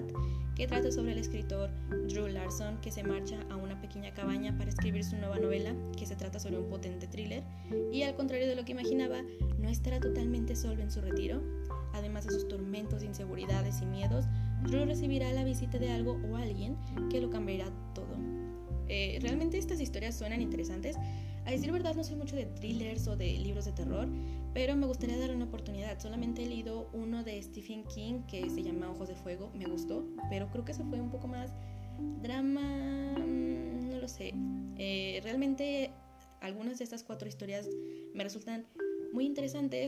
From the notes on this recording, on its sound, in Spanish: Una disculpa por el ruido de la lluvia y por hablar tan rápido. Temía porque comenzara la tormenta.